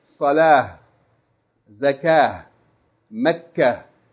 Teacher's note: Because that ta marbuta, if you stop on it, you don't pronounce like T. You pronounce like Ha. But if you keep reading, connecting it to something following it, then naam.